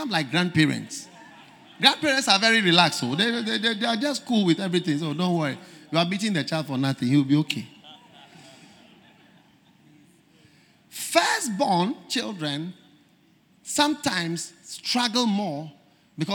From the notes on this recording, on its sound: Preached At The First Love Centre, Accra, Ghana